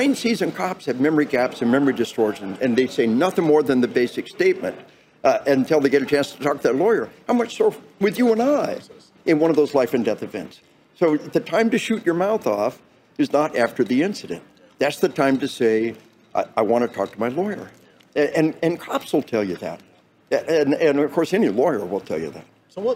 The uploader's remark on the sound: conversation recorded at the 2022 NRA convention in Houston